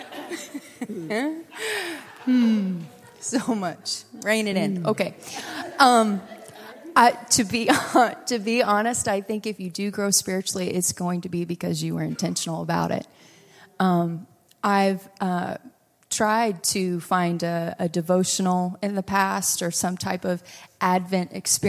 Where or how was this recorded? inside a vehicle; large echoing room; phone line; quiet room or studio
large echoing room